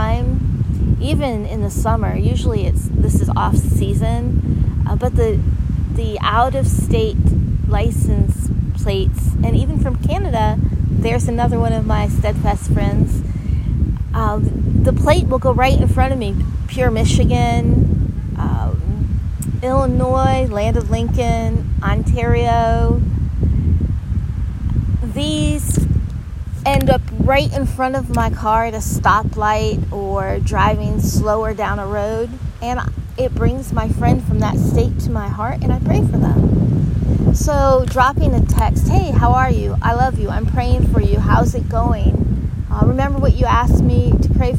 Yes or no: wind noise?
yes